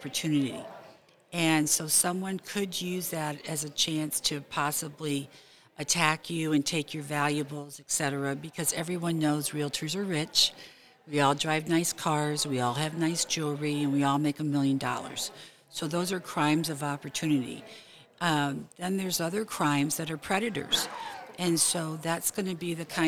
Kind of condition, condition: setting, busy venue